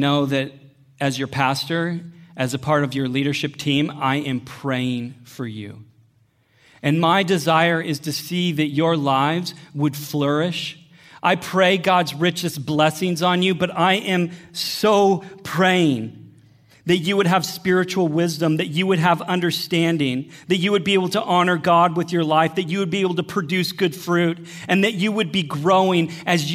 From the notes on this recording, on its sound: Sermon audio from Northview Young Adults.